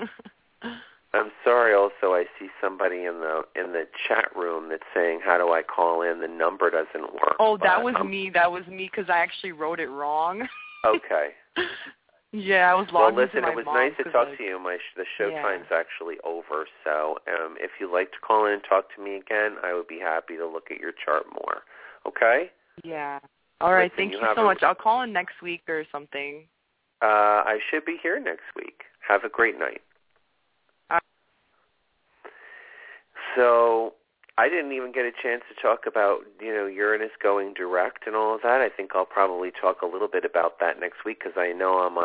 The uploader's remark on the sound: This is a call in show